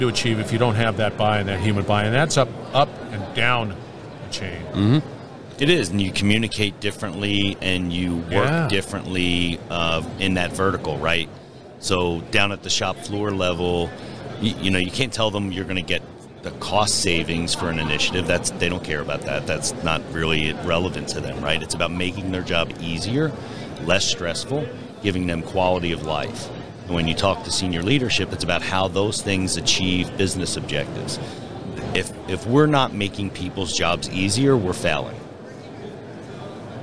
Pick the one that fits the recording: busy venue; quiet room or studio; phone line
busy venue